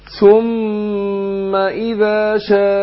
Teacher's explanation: همزة قطع لابد إن أنا أحققها وبتخرج من أقصى الحلق ومرققة